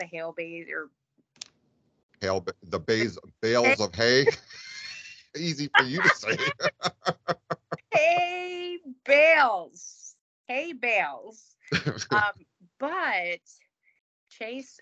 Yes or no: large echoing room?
no